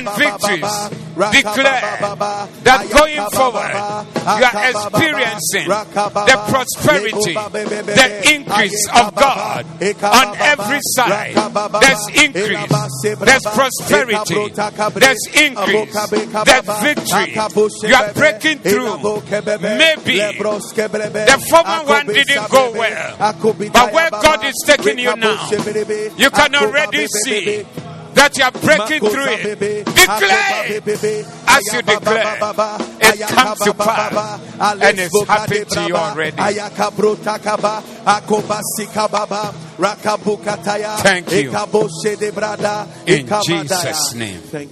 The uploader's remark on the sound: Preached at the Doxa Service